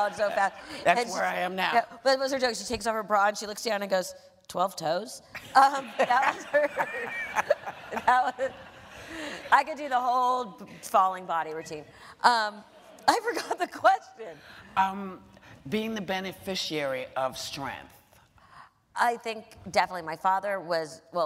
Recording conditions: live audience